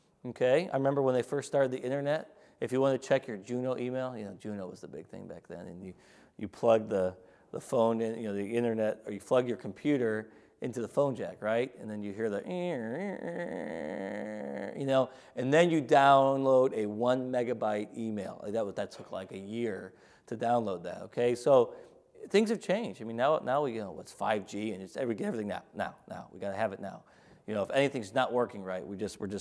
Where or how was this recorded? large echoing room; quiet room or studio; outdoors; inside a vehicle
large echoing room